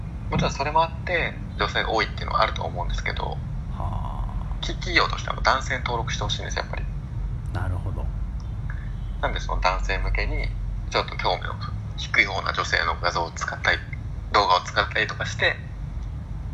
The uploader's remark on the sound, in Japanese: ベトナムと日本の国際電話の音声です